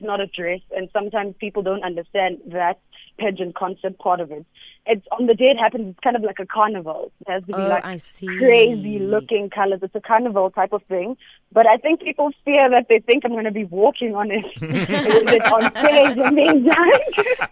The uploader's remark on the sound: PHONE INTERVIEW.